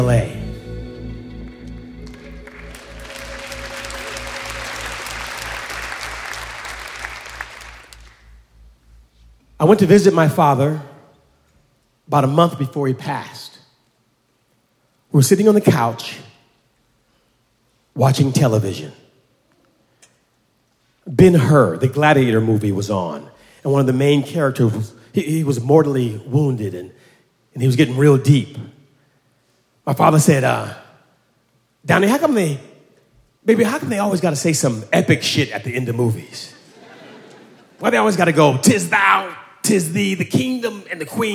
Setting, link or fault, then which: setting, live audience